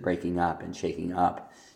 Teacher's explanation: The word up does end up getting a stress typically in those phrases, breaking up and shaking up.